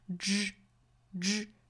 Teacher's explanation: 在发这个 z 的时候，其实舌头是翘舌的状态，并且我们要注意唇形呢是摆成一个类似于长方形的这样的一个口型，不要发成了 j 这样的音，因为我听到有同学把它发成架几这样的音，一定要注意舌头是翘起来的 judge，那后面的这个 z 的发音要轻弱，因为它在词尾嘛。我们说到英语单词的词尾的这个发音，不管轻还是浊，都是要收音的。judge，那再跟后面连读，这个 z 就出来音了。judge， you can never judge a man'spower。man 后面加的这个 s 应该读浊音的，所以是